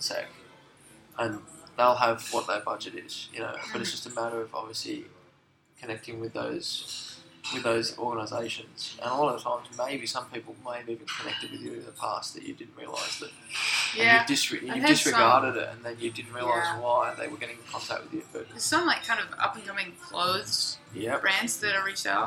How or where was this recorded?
busy venue